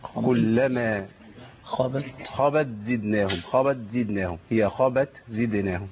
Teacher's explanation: قبلنا من حاجة وده يمكن تحذير لكل إخواننا وأعزائنا المشاهدين إن أنا عندي لو التاء الساكنة ما طلعش فيها الهمس بتضغم في الإيه في الحرف اللي بعديها